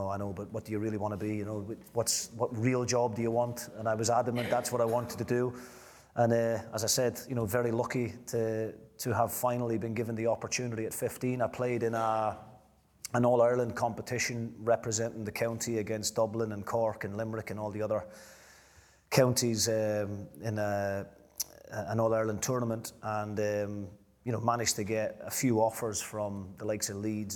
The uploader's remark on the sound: A live Q & A event. At DC Thomson HQ in Dundee.